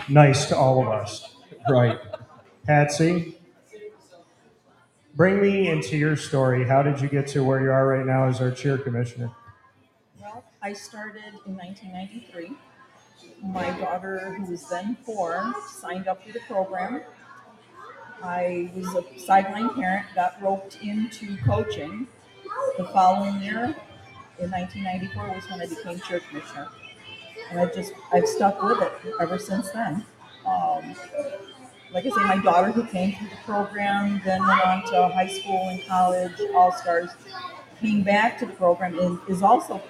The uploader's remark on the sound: Happened ONSITE at The Wildcat Sports Pub. Happened ONSITE at The Wildcat Sports Pub. On-location on 3680 Milton Ave, Camillus, NY.